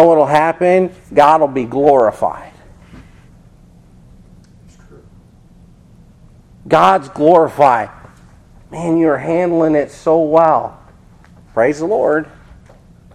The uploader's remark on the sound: This Sermon Was Preached At Faith Babtist Church In Seffner Fl.